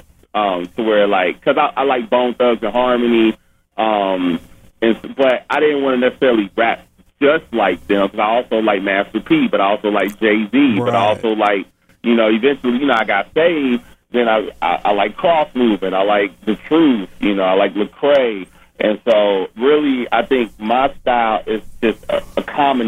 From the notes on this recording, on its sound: phone interview